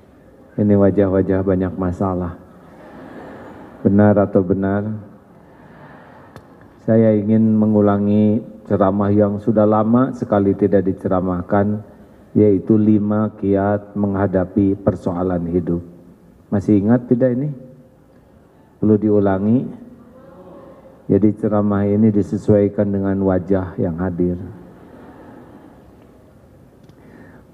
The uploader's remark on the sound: live dari Masjid TSM Bandung